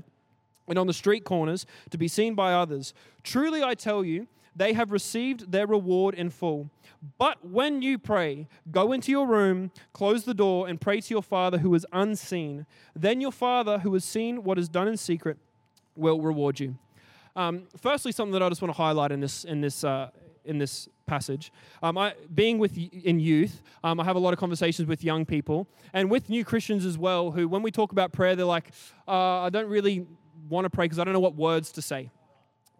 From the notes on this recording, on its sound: Recorded during our 5pm service on Sunday, the 2nd of April 2023